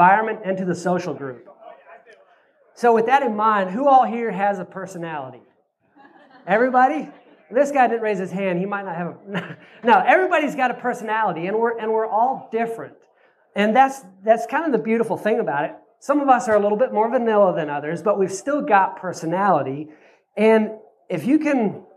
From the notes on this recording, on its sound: This is a replay of my Oct 2nd presentation at Self Reliance Festival in Camden, TN. This is a replay of my Oct 2nd presentation at Self Reliance Festival in Camden, TN.